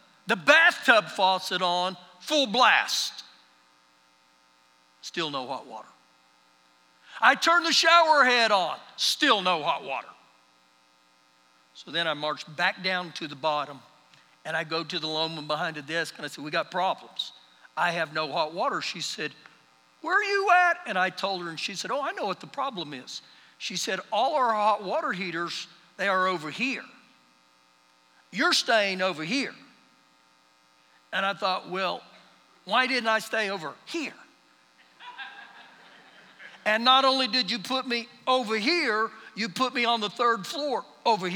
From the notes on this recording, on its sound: Recorded live during our Sunday morning service